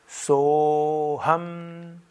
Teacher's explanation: Om Soham hier ist das Apostroph, denn es ist eigentlich so aham und aham heißt ich bin und so ist es so ham, weil das a weggefallen ist, ohne dass etwas daran an seine Stelle gekommen ist.